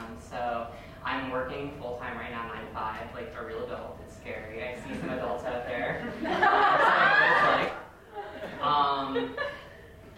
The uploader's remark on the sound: in front of a live audience in the theater